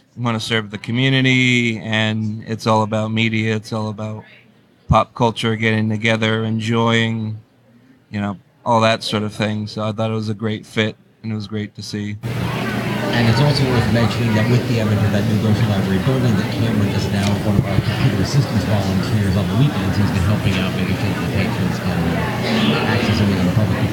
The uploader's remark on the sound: Welcome to our New York Library Association Conference Episode. This is our second year podcasting from the conference.